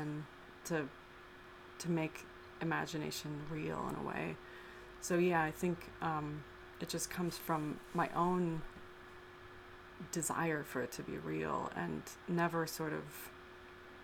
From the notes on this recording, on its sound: Sorry about the background fuzz!